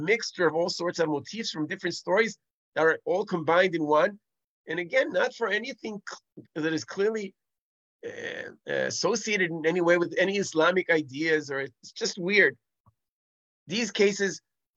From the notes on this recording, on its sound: This audio was originally captured from Zoom